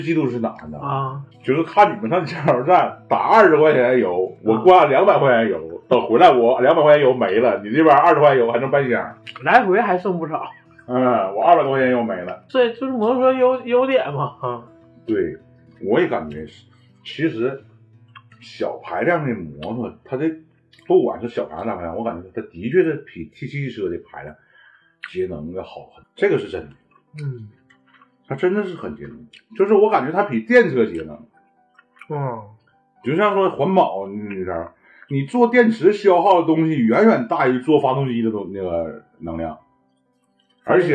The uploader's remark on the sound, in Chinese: 本期为2022春节前由手机临时录制，请谅解